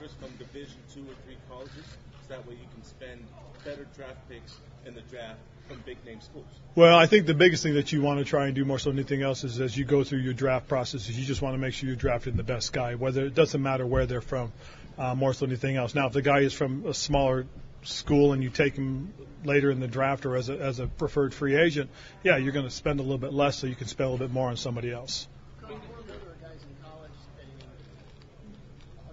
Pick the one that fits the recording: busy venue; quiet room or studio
busy venue